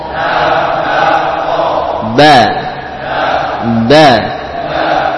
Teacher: Udara itu mampat atau tertahan di belakang apa bibir